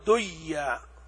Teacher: يعني تقول دنيا، إذا أدغمت تقول ديا، كأنه أشبه المضاعف، يعني كأن ما في نون وفي عندنا ياء مشددة